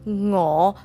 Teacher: So when you make this sound, it's like it's like the back of your tongue is touching your throat slightly · Term: ng consonant